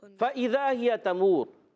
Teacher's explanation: फ़ा ऊपर वाले दांतों के किनारे नीचे वाले होंठ के तर हिस्से से अदा होगा · Term: फ़ा की अदायगी